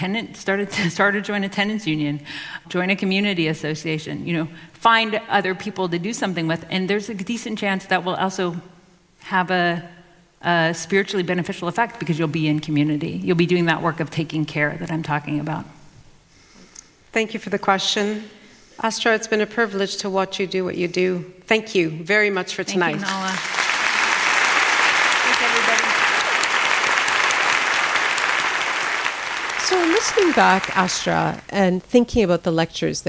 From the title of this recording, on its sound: CBC Massey Lectures: Audience Q&A